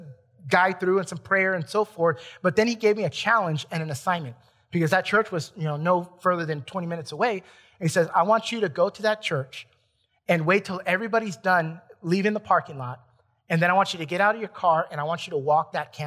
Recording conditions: large echoing room